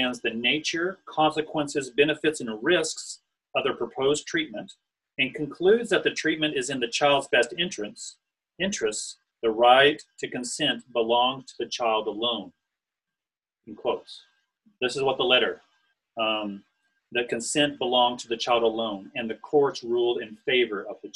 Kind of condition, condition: link, video call